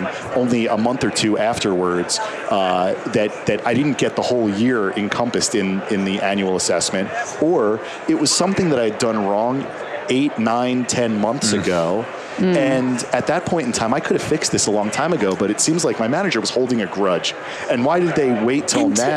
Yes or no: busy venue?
yes